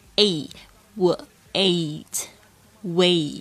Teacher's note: 这个 A-I 的发音是这个 A,是双元音。你不仅要发 A,还要把 E 发出来